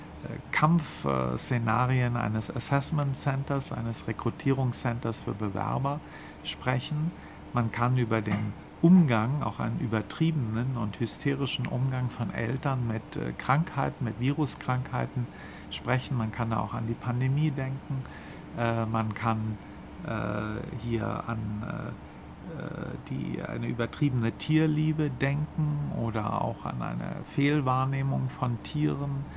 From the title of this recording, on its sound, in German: Live vom 40. Filmfest München